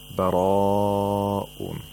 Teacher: Mad wajibul muttasil. It is necessary that we lengthen this mad to at least 4 vowel counts, and at most 5 vowel counts · Term: madul muttasil